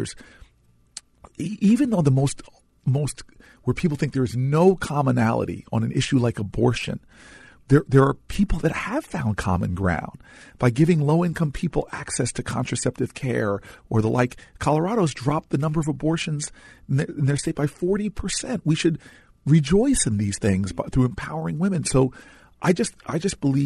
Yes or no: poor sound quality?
no